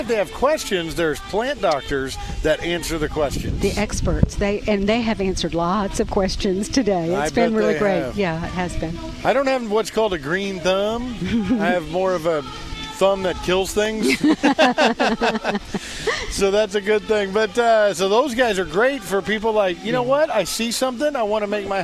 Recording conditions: busy venue